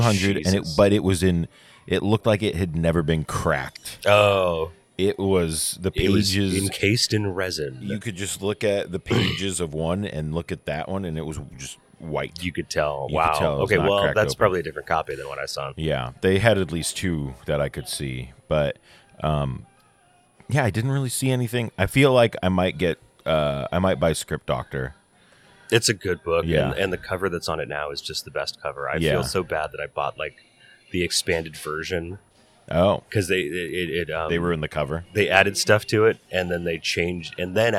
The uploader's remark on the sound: LIVE from the lobby of the LAX Marriott. We hope everyone is having a lovely con.